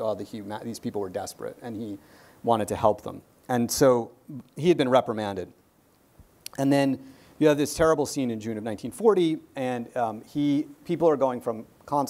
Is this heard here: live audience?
yes